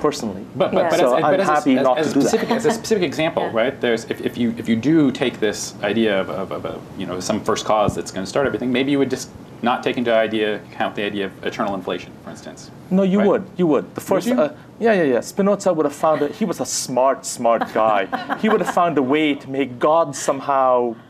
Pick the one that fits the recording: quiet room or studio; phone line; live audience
live audience